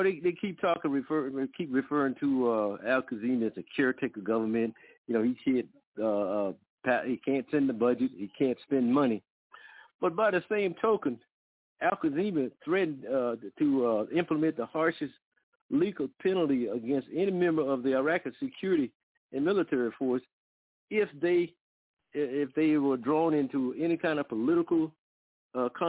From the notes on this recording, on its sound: TNTSuperfantastic Conference Call.